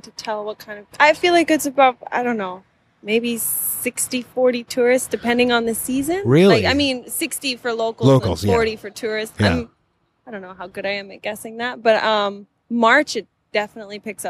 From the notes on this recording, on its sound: right outside the food truck